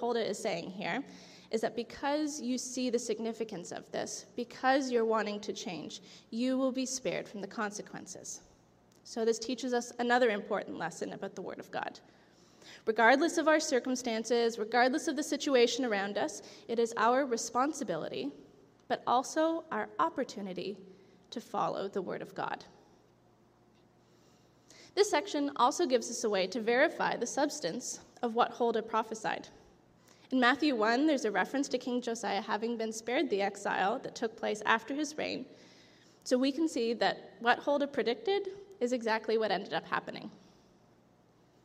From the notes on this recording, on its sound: This audio was taken from the July 16, 2023 worship service at FBC Charlottetown